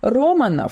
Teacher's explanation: Романов с ударением на первый слог